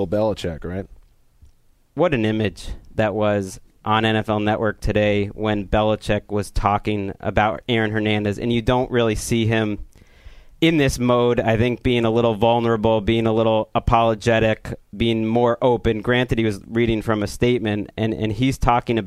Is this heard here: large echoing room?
no